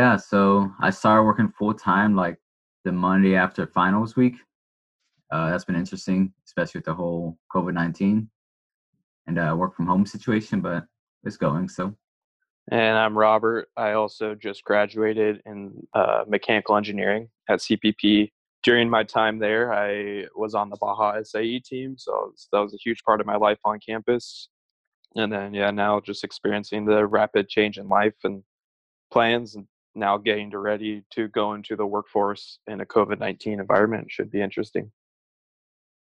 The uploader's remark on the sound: via Zoom